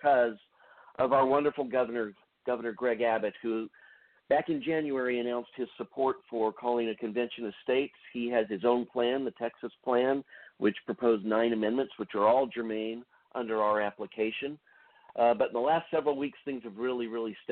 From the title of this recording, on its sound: An Open Phone Line Discussion